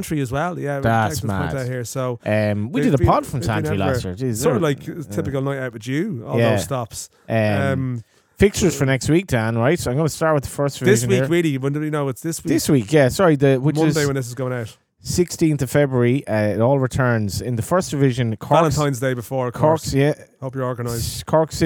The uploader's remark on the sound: Recording our Season 8 opener in the salubrious surroundings of Collar & Cuff who put a roof over our head for the recording.